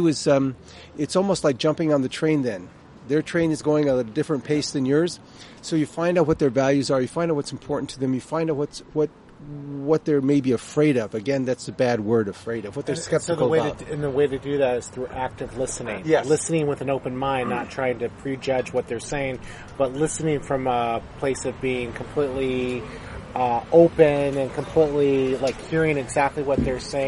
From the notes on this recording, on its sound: Outside a Coffee Bean and Tea Leaf in Irvine.